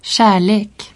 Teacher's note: Dans le centre et le nord de la Suède, le L est assimilé au R dans le groupe RL et devient rétroflexe.